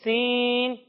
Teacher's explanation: جب ہم سین کی ادائیگی کریں گے تو اس کے اندر سیٹی کی آواز آئے گی، یعنی اسے ہم پڑھیں گے سین.